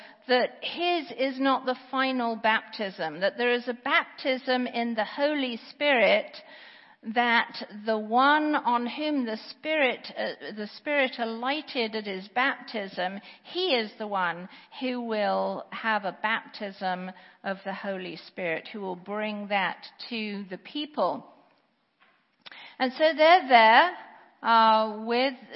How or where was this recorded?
large echoing room